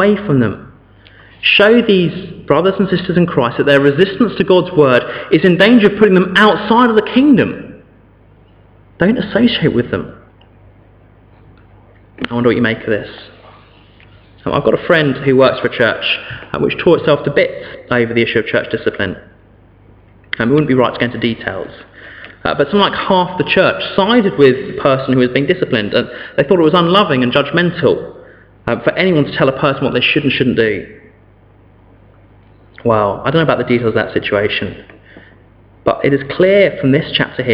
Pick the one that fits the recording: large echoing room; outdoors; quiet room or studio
large echoing room